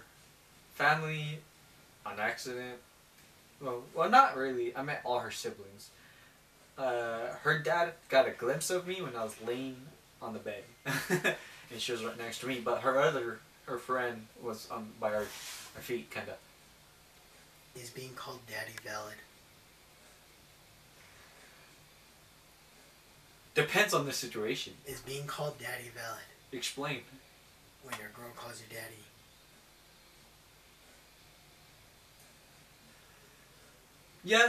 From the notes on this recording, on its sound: Audio is a little wonky due to the mics taking a poop.